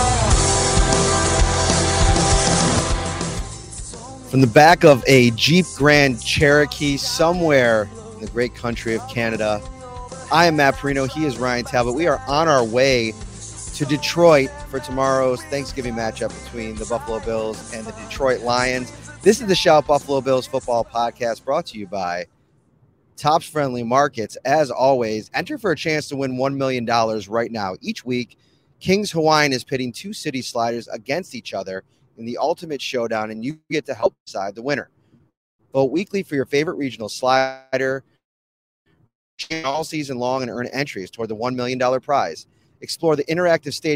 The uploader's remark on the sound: taped this week's preview podcast from the back of a JEEP rental car on the 403 in Canada